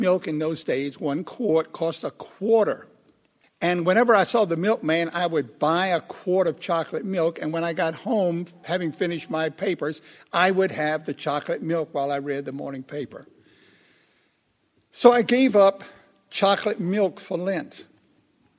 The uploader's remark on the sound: Recorded 2/11/2016 at Christ Church Anglican